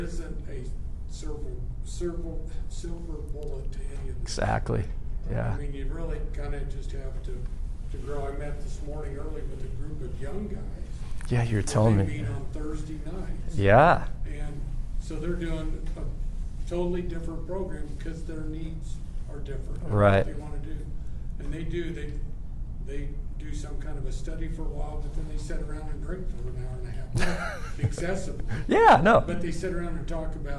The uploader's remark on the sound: This talk is one of the breakout sessions that took place during the 2022 Catechetical Conference for the Archdiocese of Oklahoma City.